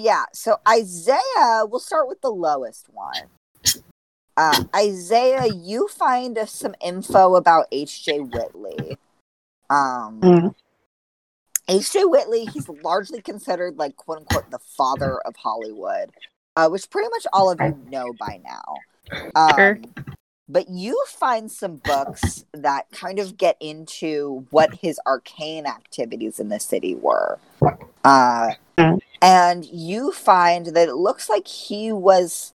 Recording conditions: drop-outs